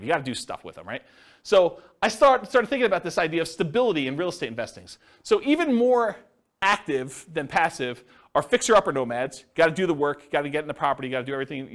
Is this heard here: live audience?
yes